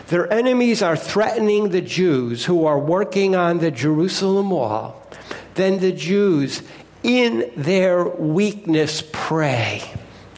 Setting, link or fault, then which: setting, large echoing room